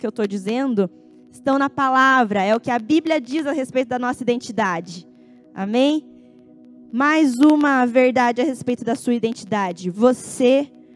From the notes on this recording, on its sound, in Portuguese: Em nosso Culto de Noite de Glória. Dia 29/10/2021 na Igreja ABA Curitiba (Transmitido ao vivo).